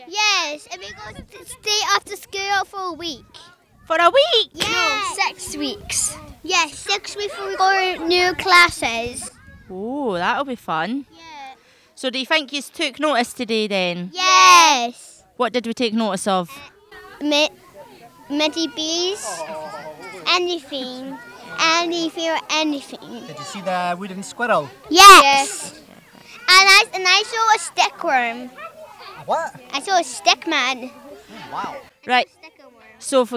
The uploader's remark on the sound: Chat with participants on the Walk A Smile event held in the Rabbit Braes in Kirkcaldy with a picnic afterwards at the Linton Lane Community Centre.